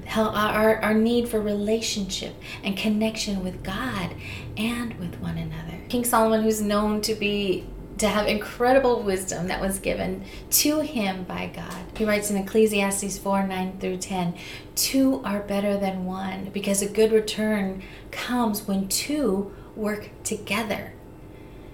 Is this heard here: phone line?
no